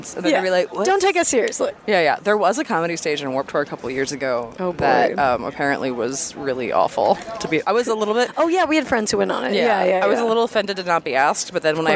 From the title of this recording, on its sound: Live from Warped Tour!